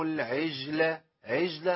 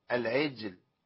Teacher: الجيم عندي هنا ساكنة مقلقلة والجيم فيها شدة وجهر انقطاع صوت وانقطاع نفس · Shown in: second take · Term: القلقلة